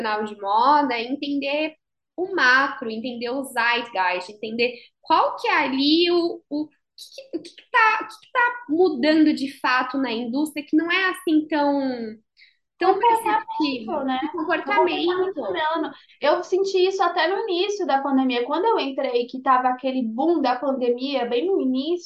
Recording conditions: video call